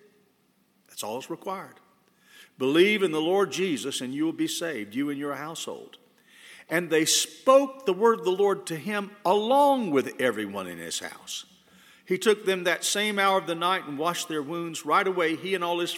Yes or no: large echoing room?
yes